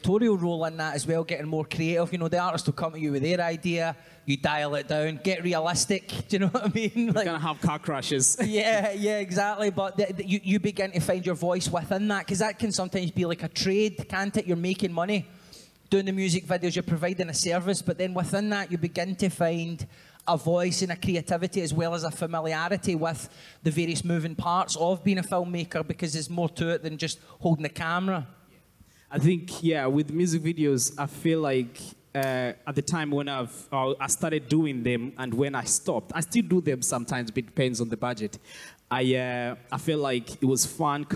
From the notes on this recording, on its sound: the fourth show of Common People Live at the Edinburgh Fringe